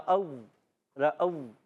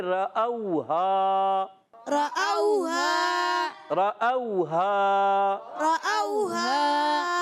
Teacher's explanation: جب ادا کرتے ہیں نا تو پڑھتے ہیں رأو رأو یعنی اوپر والے دانت جو ہے نا نیچے والے ہونٹ کے تر حصے سے لگا کے فا کے مخرج سے واؤ پڑھتے ہیں یہ غلط ہے · Shown in: first take · ایسے نہیں پڑھنا آپ نے پڑھنا ہے رأوها رأوها رأوها رأوها